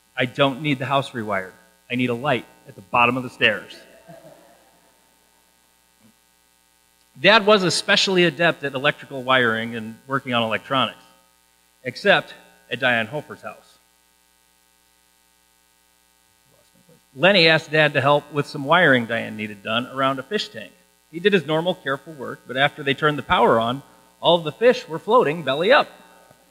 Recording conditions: hum or buzz